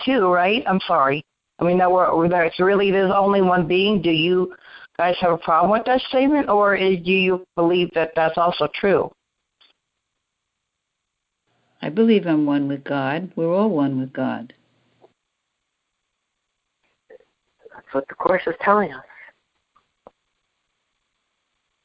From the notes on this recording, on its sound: ACIM Daily TEXT Conference Call.